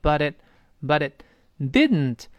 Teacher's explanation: butit 中间那个字母 t 浊化，后面那个 it 后面那个 t 失去爆破，读成 but it but itdidn't。当然你要读得很慢的话是 didn't，读快了之后呢，这又发生这个鼻腔爆破了。所以鼻腔爆破咱们多次说过，就是本来读成 didn't 是舌尖的爆破，这个爆破在口腔，对吧？但是现在呢，我把舌尖顶上去。顶到要发的那个位置，噔噔噔那个位置，但舌尖就粘在上牙膛上不动了，舌尖不分开了，就舌尖不爆破了，然后从鼻子出气儿。舌尖的动作呢，好像失去爆破一样，但失去爆破呢，是全部气流被憋住了，憋下气。但现在鼻腔爆破呢，舌尖动作跟实爆一样，但气流没有憋住，为什么？它从鼻子露出来了，从鼻子